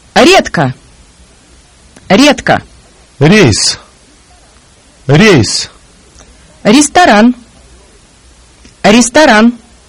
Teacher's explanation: The palatalized consonant R. The Russian soft R sound is pronounced with the tip of the tongue tapping against the top teeth and alveolar ridge. with the middle part of the tongue raised toward the palate.